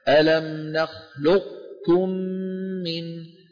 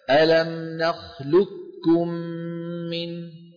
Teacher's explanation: والمنتشر والصحيح والذي تقرؤون به كاف مشددة · Shown in: second take · Term: إدغاما كاملا